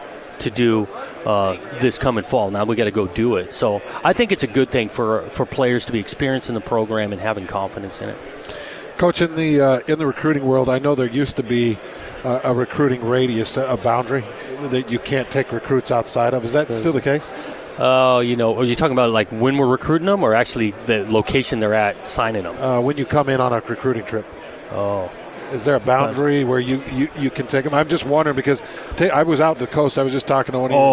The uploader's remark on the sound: live from Pac-12 Media Day